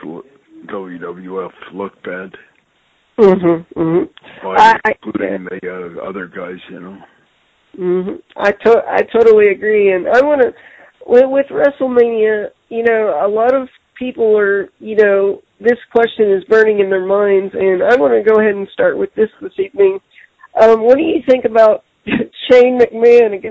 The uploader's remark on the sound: I sit down on the phone with my friend